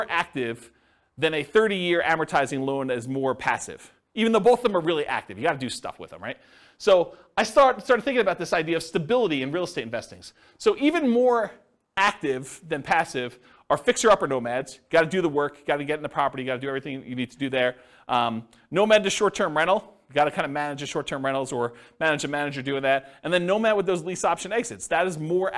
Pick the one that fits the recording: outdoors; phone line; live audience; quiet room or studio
live audience